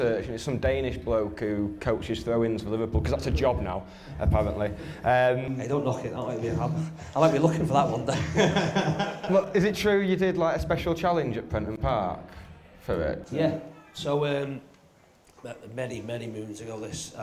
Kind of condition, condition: setting, live audience